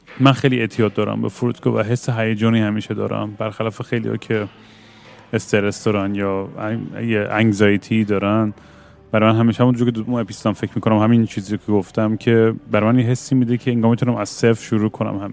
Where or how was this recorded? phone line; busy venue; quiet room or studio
busy venue